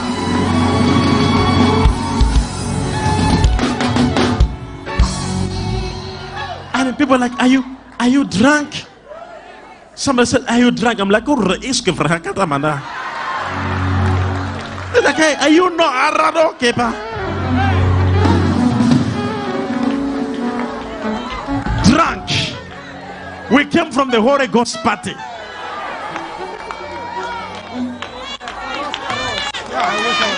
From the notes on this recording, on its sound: LIVE SUNDAY SERVICE